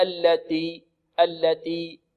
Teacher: فهذا لا شك أنه ماذا؟ تكلف هكذا يأتي بالتاء بدون همس يقول التي التي، خطأ، بل لابد أن يأتي بالهمس ولكن لا يبالغ في الهمس فيقول التي التي هكذا التي تطلع التي تطلع.